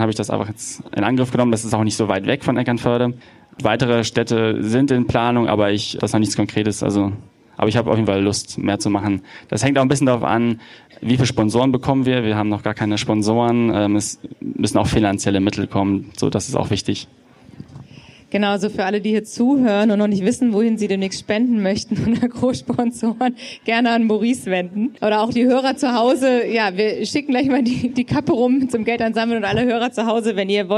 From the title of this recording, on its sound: Live Podcast Special